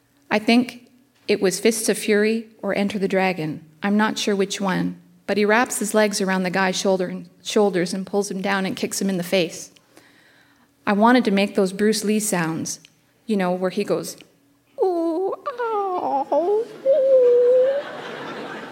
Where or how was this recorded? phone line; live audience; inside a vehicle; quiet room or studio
live audience